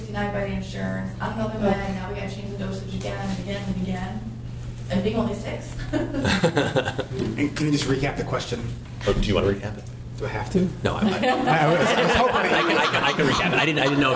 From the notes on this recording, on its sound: At my local CHADD chapter (), we hosted a panel of experts and in this episode, you will hear the Q&A from this panel session. Live Panel of ADHD Experts.